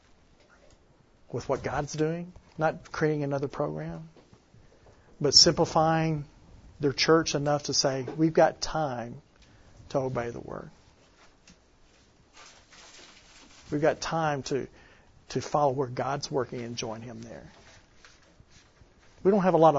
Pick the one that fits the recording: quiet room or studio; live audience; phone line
live audience